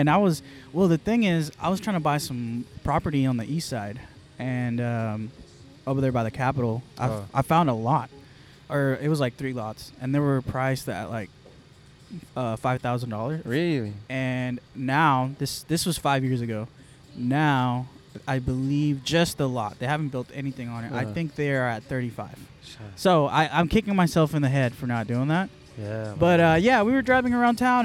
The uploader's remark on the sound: Recorded Live from The Footy Festival 2.0.